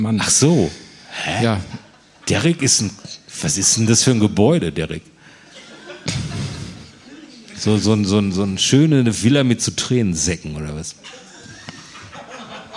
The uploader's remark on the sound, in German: Live in Kassel. Vor Publikum.